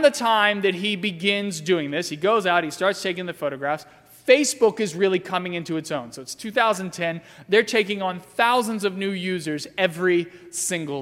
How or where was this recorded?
large echoing room